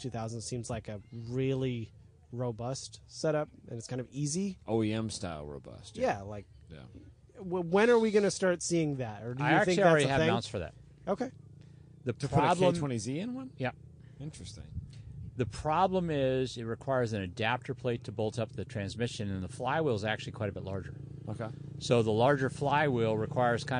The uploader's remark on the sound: Recorded a few shows at WMHM 2019. Recorded a few shows at WMHM 2019.